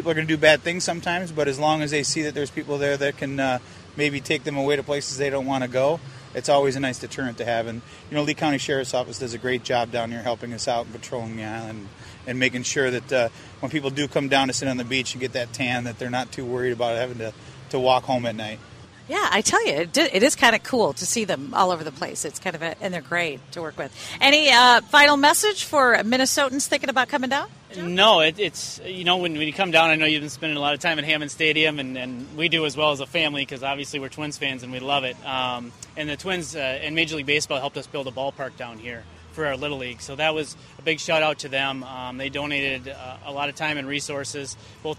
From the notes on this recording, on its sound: While walking the beaches of Fort Myers.